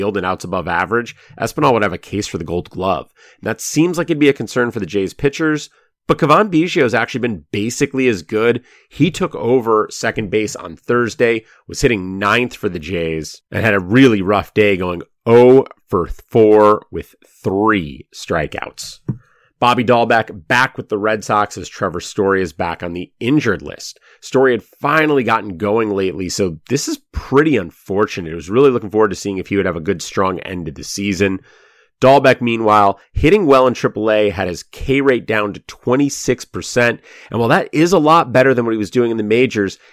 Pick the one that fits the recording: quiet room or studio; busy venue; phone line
quiet room or studio